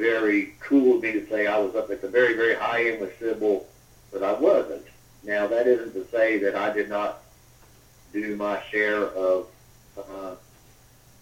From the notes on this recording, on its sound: via a phone interview